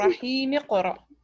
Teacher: همزة الوصل عند الوصل تسقط